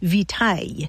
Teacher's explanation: Latin victualis passed into French, but along the way it lost that hard C sound, so it sounded more like vitaille. And that word for nourishment without the hard C found its way into English.